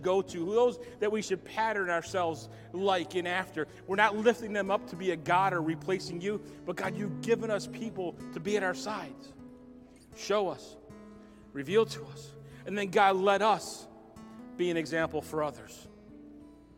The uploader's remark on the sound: Recorded at Southtowns Christian Center Feb 27, 2022.